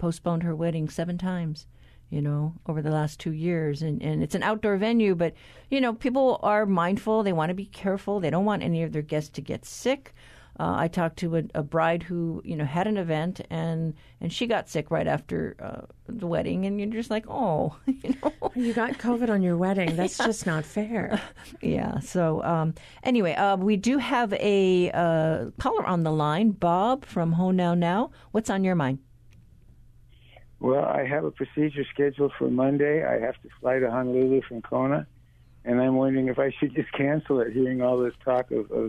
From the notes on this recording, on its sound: During a live call-in show.